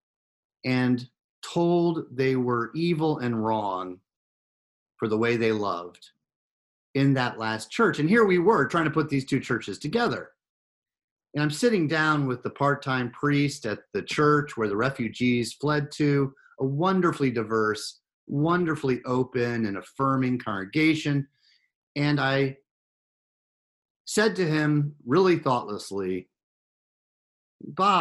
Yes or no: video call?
yes